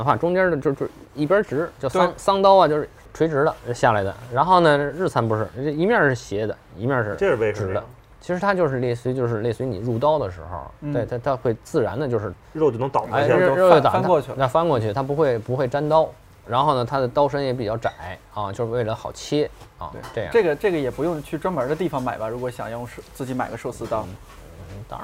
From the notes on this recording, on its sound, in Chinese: 其中一家店录制了这期节目